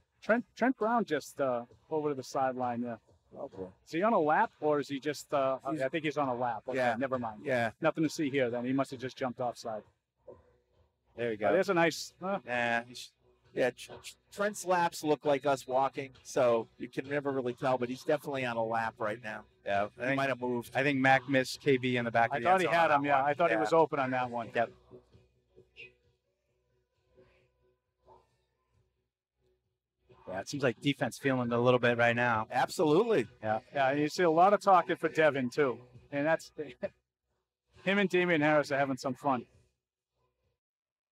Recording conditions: busy venue